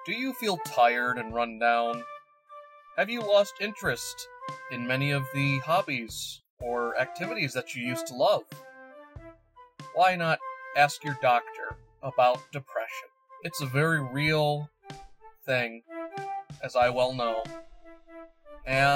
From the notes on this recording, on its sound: Thankfully he has a portable microphone. Please forgive the even worse audio, unlike the bad audio that we normally have.